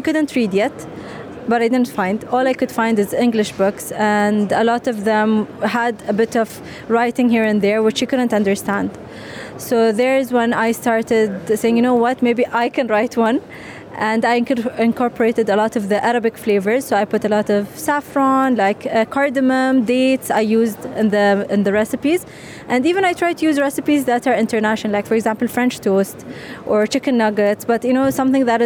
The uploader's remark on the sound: Live From SIBF 2023